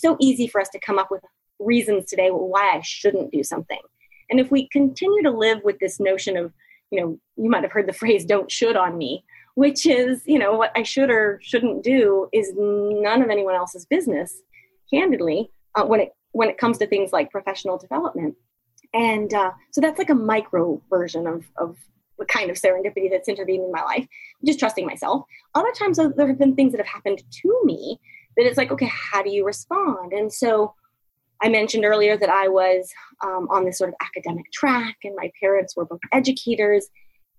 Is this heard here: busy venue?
no